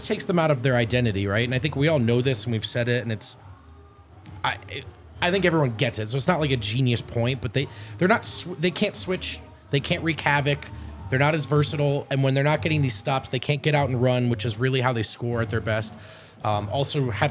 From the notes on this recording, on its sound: come to you LIVE from the DNVR Bar